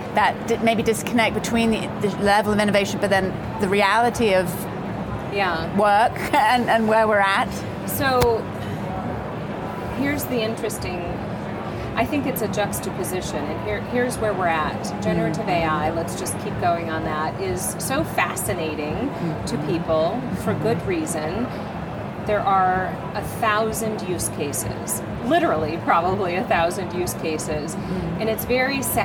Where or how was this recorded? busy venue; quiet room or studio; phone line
busy venue